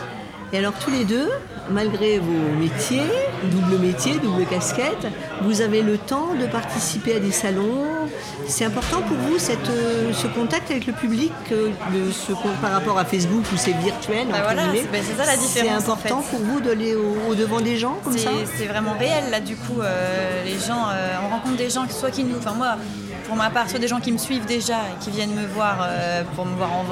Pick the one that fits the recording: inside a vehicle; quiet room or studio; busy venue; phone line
busy venue